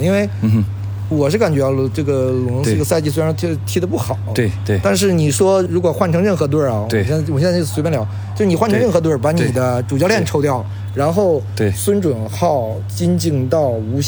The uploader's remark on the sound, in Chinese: 中超现场：回到久违的鲁能大球场。看了山东泰山和长春亚泰的比赛，也用声音纪录了下了这场中超比赛。